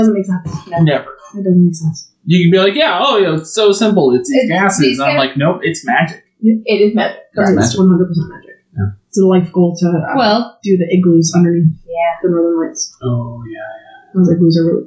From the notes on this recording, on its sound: I'm aware that the audio sounds bad. You will ironically find out why pretty early in the episode.